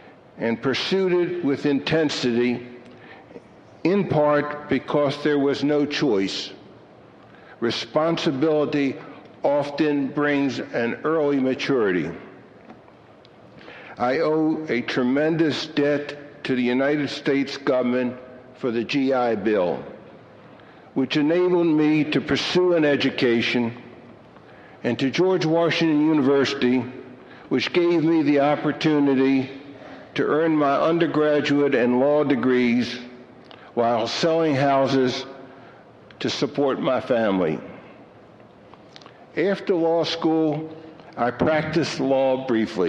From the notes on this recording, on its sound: recorded at the Academy of Achievement's 1990 Summit in Chicago, Illinois